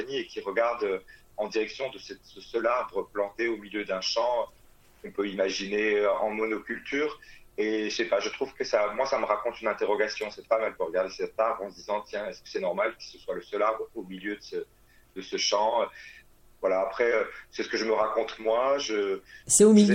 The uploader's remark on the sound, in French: Interview téléphonique.